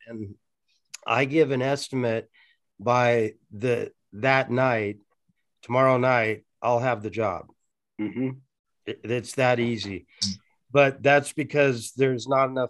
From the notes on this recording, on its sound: This is a recording from our weekly Facebook Live stream